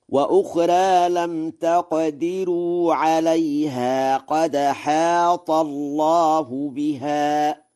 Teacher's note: قرأ ورش: وأخرى بالتقليل، وهو لغة فصيحة، وقرأ بترقيق راء لم تقدروا، ونقل حركة الهمزة إلى الساكن قبلها في قوله قد حاط، فيقرأ هكذا: وأخرى لم تقدروا عليها قد حاط الله بها.